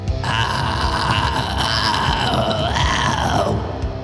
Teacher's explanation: You're straining, kind of sandpapering your vocal folds against each other.